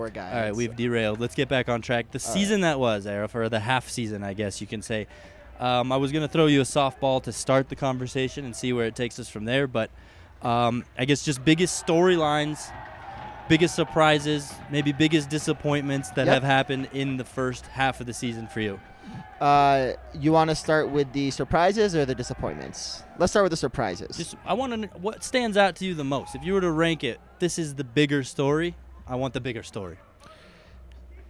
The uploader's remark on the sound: live-from-Ball-Arena edition of Hockey Mountain High